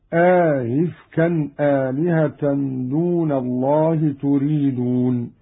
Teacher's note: قرأ قالون بإدخال ألف بين الهمزتين مع تسهيل الثانية هكذا: أئفكا آلهة دون الله تريدون.